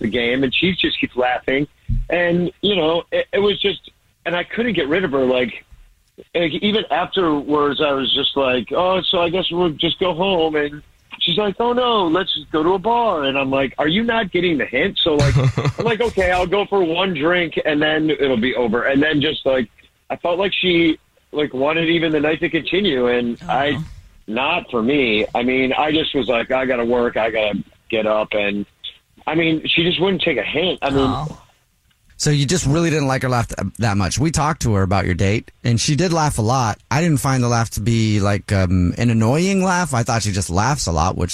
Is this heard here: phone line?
yes